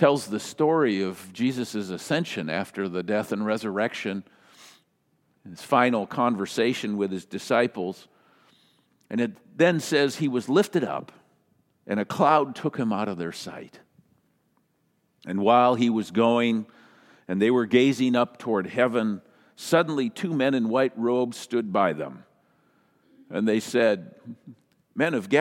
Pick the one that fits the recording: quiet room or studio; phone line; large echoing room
large echoing room